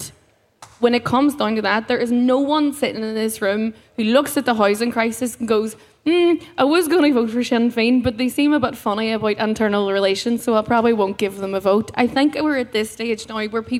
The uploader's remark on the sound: In the Mindfield area at this year's Electric Picnic festival